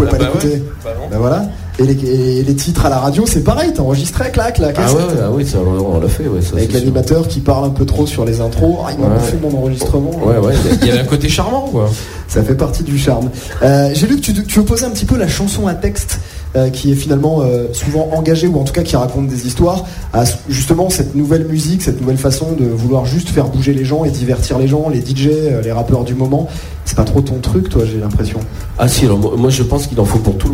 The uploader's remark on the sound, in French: sur la scène du quai des artistes